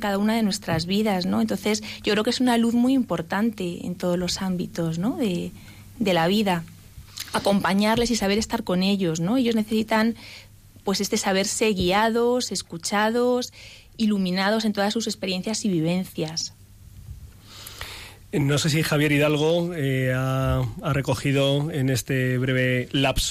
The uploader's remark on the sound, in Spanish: la entrada por teléfono